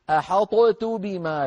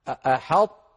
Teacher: كانوا يطبقون المخرج على طاء ساكنة غير مقلقلة · Shown in: second take